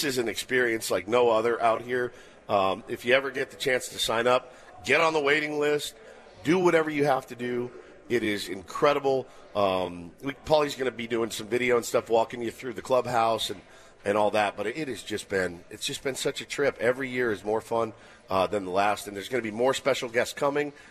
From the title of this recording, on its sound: Live From Fantasy Camp!